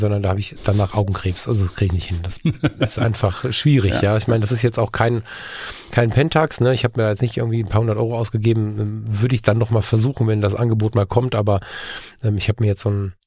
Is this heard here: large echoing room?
no